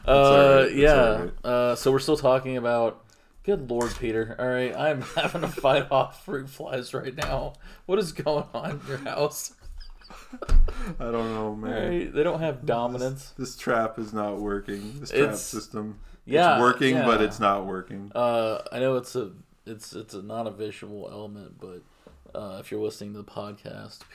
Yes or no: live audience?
no